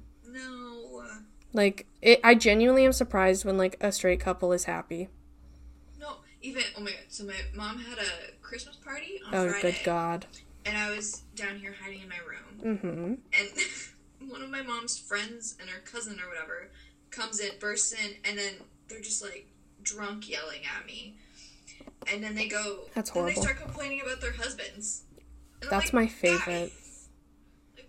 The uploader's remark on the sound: Due to my illness, I had to meet virtually with my (recurring) guest. If the sound is off, my apologies!!!